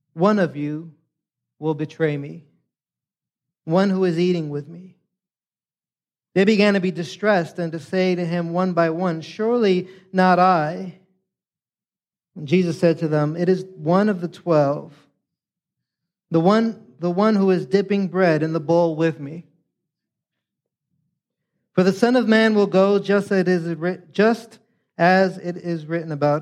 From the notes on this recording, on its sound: preached this sermon on Sunday, October 22nd, 2023, at Catalyst Church San Diego